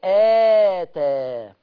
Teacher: لكن هنا فآتى، افتح الهمزة مع مد الألف بمقدار حركتين، الهمزة تاخد حقها اللي هي الفتحة، والألف تاخد حقها بمقدار حركتين